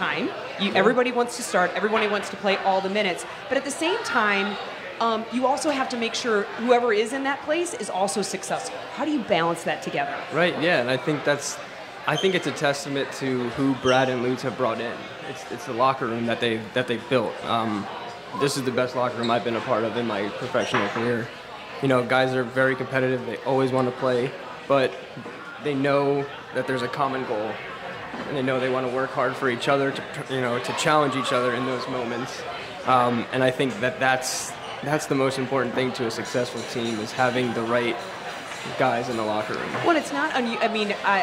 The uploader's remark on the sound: It’s the Michelob Ultra CITY Caravan! Live from Hot Shots in Arnold, MO.